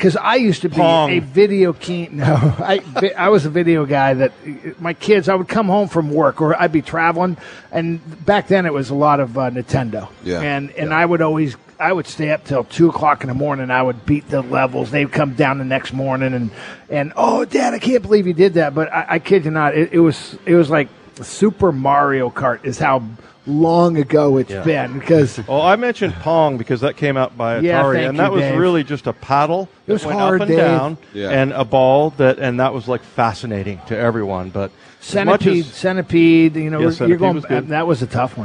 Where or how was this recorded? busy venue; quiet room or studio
busy venue